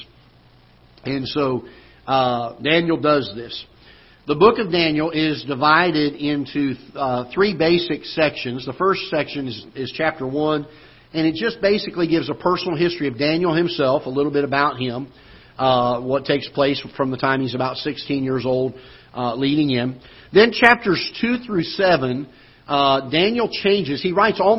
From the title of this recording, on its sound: Ketha Heights Baptist Church ~ Live Broadcast